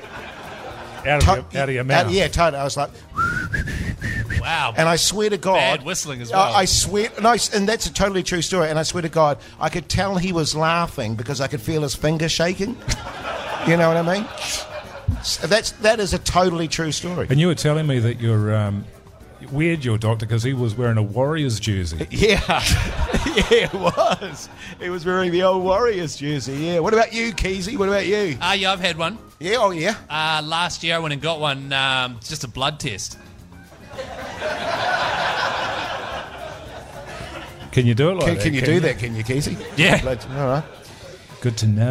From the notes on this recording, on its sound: The Big Show LIVE. LIVE at Shining Peak Brewing.